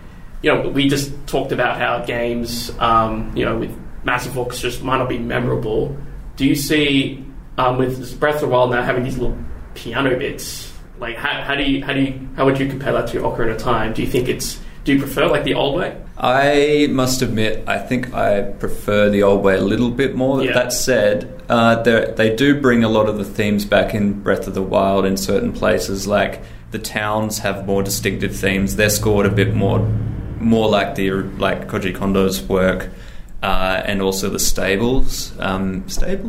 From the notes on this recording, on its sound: Recorded 5th October 2019 at High Score 2019